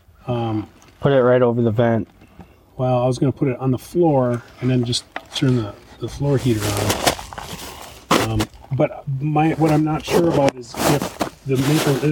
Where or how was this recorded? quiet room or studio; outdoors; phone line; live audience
outdoors